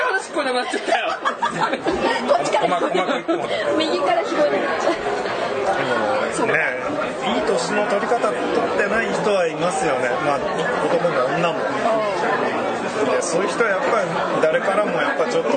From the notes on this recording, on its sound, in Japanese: ふらっと居酒屋収録しましたが…雑音が…、大丈夫です、人間はすぐに適応できます。